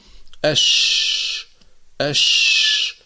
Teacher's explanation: تخرج الشين من وسط اللسان مع ما يحاذيه من الحنك الأعلى، ولكن بعكس الجيم، فلا ينقفل المخرج عند النطق بها، ويمر الهواء من فوق اللسان إلى الخارج.